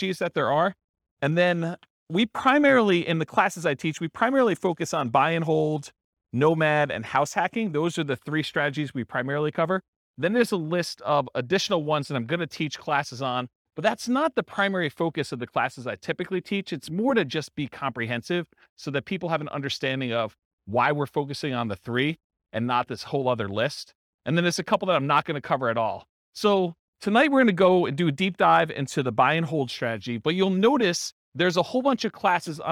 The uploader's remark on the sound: This was a live class recorded